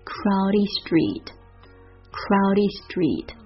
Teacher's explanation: street t 浊化成 d，后面这个 t 轻轻的把它弱化掉